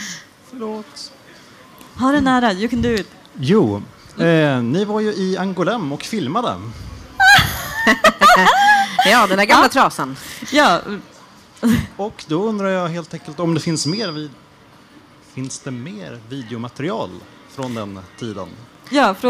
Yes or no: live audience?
yes